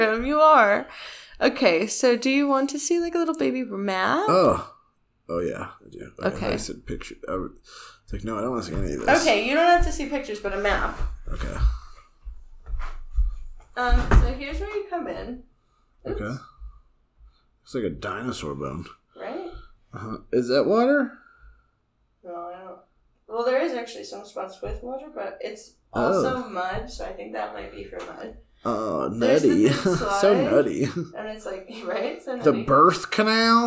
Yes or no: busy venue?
no